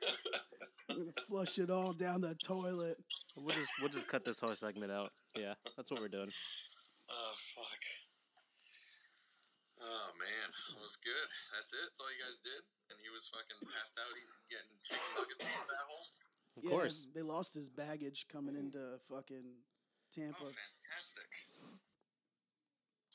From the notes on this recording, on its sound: Apologies on the audio being potentially a little lower this week. Has no idea how to use any of this equipment.